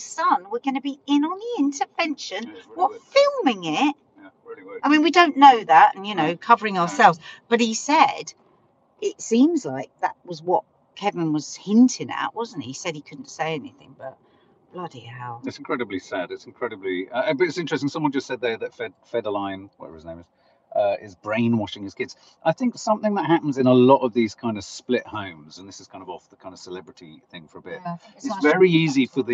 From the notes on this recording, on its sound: Train chaos means today's Coffee Moaning is from the car so apologies to everyone listening if the sound is a bit wonky!